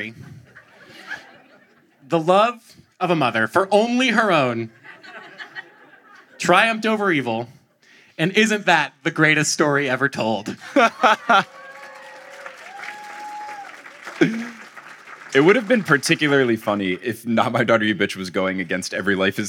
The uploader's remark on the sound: LIVE in Atlanta! This audio is from the March 2022 Atlanta live show.